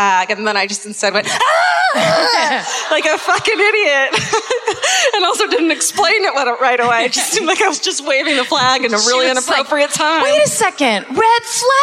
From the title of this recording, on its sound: Live at the Fillmore in Detroit, MI (2017)